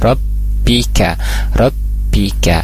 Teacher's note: ba bertasydid, ba memiliki sifat siddah ya